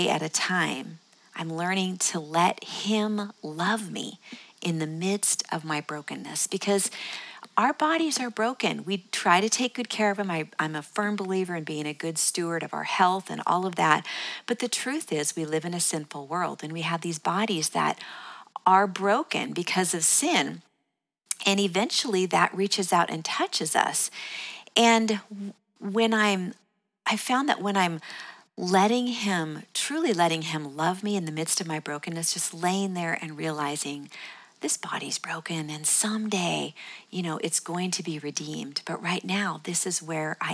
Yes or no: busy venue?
no